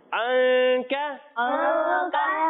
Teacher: یعنی ہم ناک میں آواز لے جا کر پڑھیں گے ٹھیک ہے جی انکا انکا ووضعنا انکا ووضعنا انکا واو زا · Term: غنہ